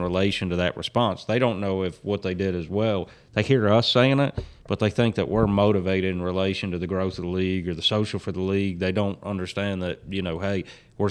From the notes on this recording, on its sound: This was recorded at Stop Number 6 of 2023 at Lake Lanier in Georgia.